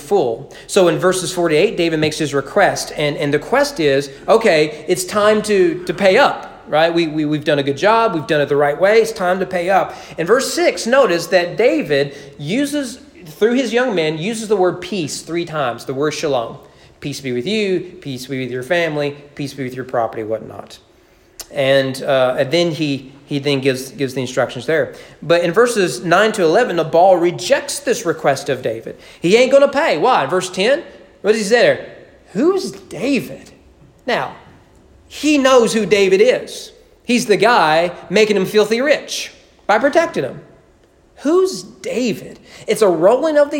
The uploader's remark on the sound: Sermon preached at East Frankfort Baptist Church on October 11, 2020 during morning worship.